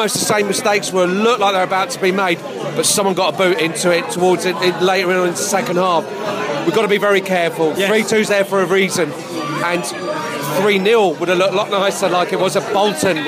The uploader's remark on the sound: Podcast from the Pubs. The Beesotted crew took to the road to record this episode - finding a number of drinking establishments in the West Midlands who would happily accommodate our portable studio. They recorded in an Egyptian bar in Birmingham, the back of a taxi and a punjabi pub/indian restaurant a short walk away from St Andrews.